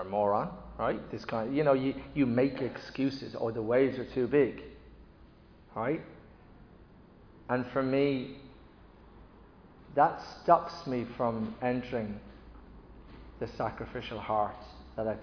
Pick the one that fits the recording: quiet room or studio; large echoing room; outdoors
large echoing room